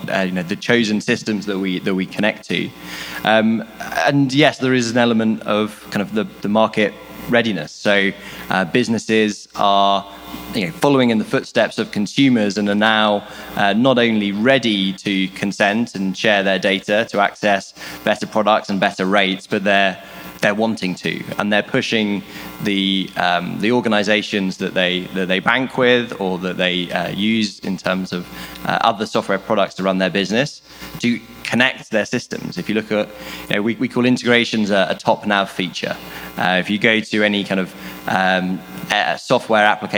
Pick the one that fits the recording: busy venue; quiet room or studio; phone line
busy venue